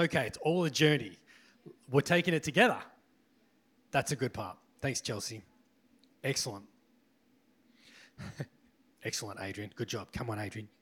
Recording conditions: large echoing room